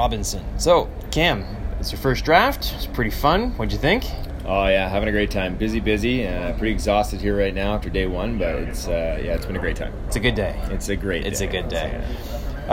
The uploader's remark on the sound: Live from the 2018 NHL Draft in Dallas